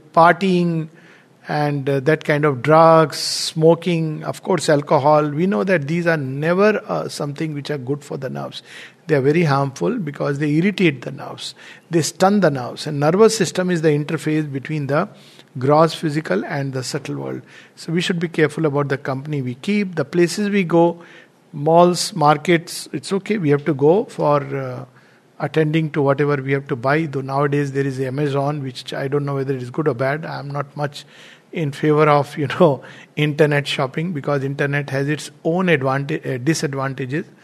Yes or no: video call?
no